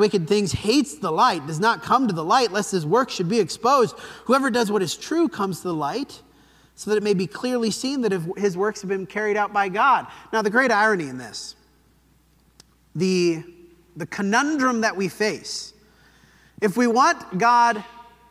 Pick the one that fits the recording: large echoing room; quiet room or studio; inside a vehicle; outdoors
large echoing room